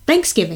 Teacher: And I'm putting the emphasis on thanks? · Term: first syllable emphasizer